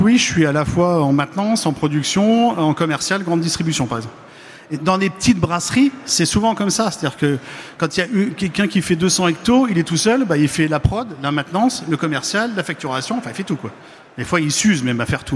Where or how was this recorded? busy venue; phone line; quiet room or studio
busy venue